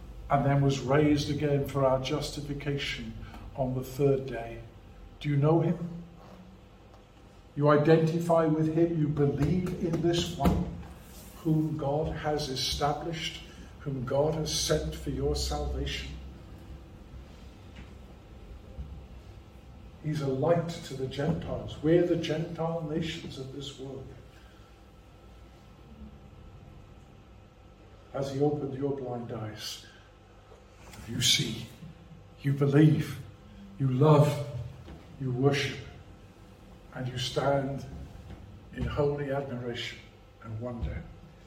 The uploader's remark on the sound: A sermon preached at Rock of Ages Evangelical Church